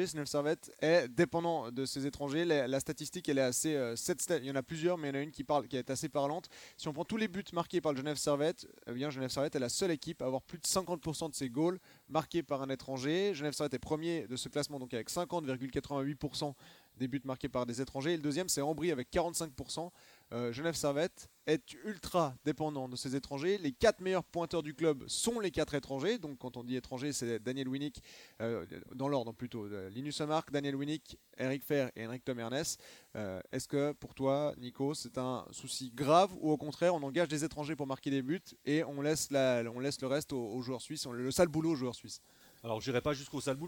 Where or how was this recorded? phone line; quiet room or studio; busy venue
busy venue